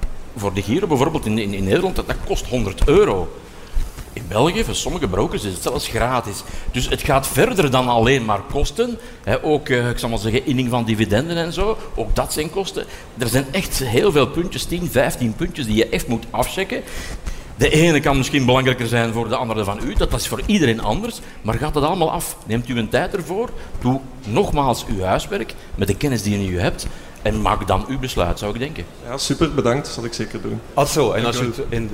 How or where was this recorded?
busy venue